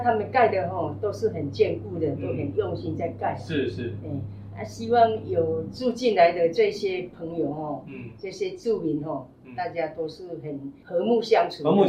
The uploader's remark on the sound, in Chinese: 當天路旁有施工作業，。音質上有一定程度的影響，。